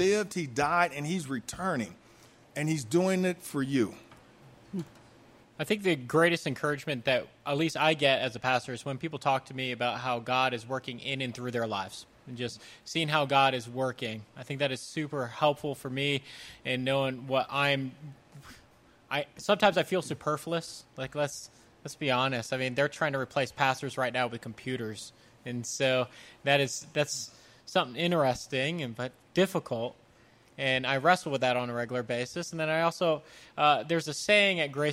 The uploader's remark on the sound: The Boundless team recently held a live event at Third Space Coffee in Colorado Springs. Joining us were three pastors from the area. Over 80 young adults sipped coffee and listened in.